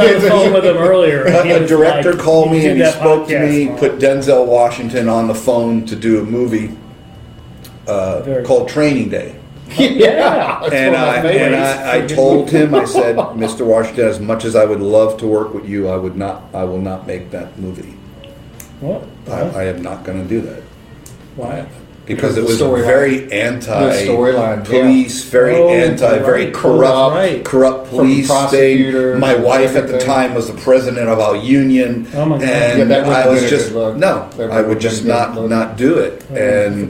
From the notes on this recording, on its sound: Episode shot LIVE at RUTHS CHRIS Steakhouse in Northern Indianapolis, largest one in the United States.